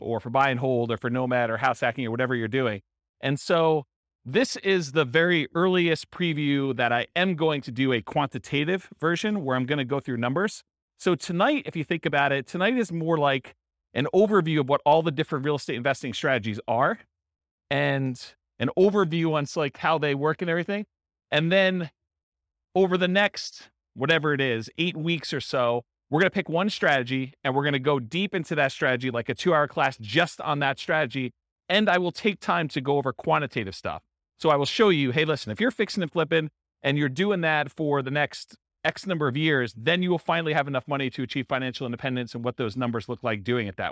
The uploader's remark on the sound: This was a live class recorded